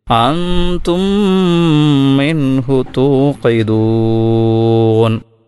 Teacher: അപ്പോൾ ആദ്യത്തെ മീമിനെ രണ്ടാമത്തെ മീമിൽ ലയിപ്പിച്ചുകൊണ്ട് ഉച്ചരിക്കുന്നു